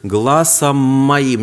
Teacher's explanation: Не надо здесь две «м». Это одна чуточку удвоенная «м»